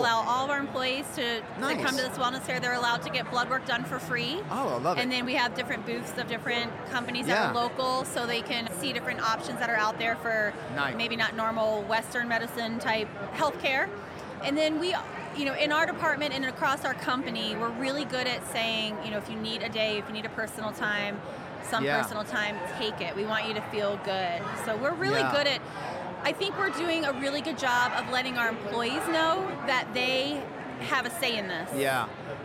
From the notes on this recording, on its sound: Executive conversations recorded LIVE from the 42nd annual Payroll Congress in Denver, CO.